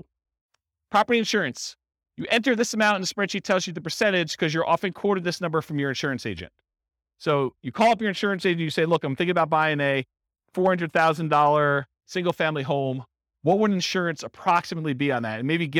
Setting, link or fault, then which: setting, live audience